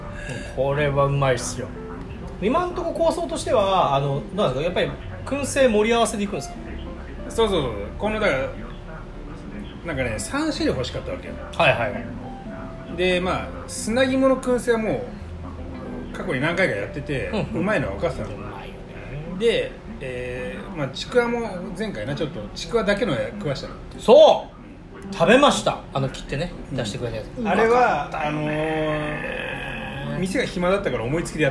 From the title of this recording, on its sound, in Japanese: 薫り豊かなお店でお届け